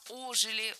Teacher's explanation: Ударение в этом слове ставим на приставку.